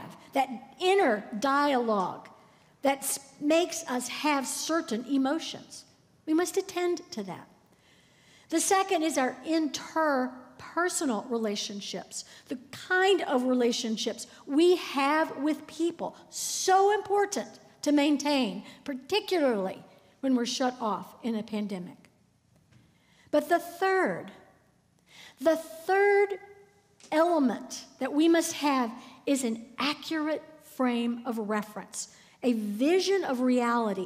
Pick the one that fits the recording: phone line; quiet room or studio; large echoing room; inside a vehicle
large echoing room